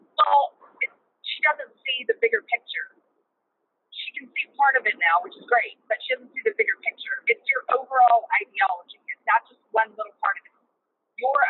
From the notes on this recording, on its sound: Sorry for the horrible audio. Call in from the car.